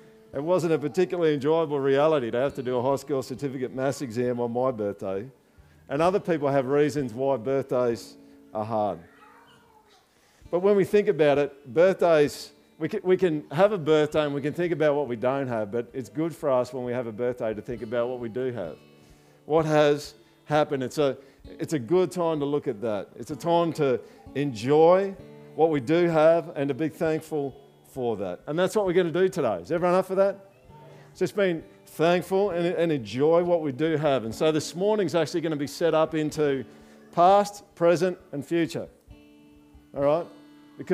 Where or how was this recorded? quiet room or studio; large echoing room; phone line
large echoing room